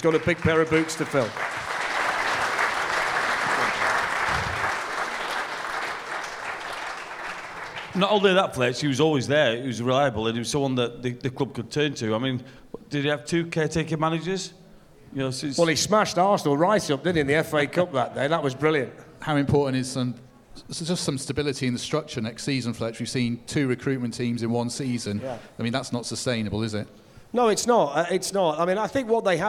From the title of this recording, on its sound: GARIBALDI RED LIVE! | SOLD OUT SHOW IN FULL